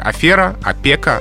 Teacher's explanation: в слове «афера» как раз-таки произносится «э», а не «о». Что тоже связано с происхождением из того же французского языка.